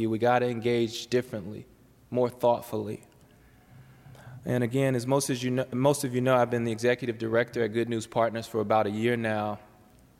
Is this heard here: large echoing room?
yes